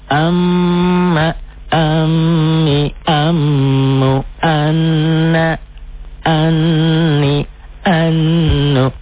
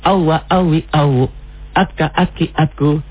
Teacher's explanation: mim dan nun, apabila ada tanda bertasjid, dia bukan hanya saja dibaca harus dibaca dobel, tapi dia juga harus dibaca dengung ke hidung, itulah gunnah · Shown in: first take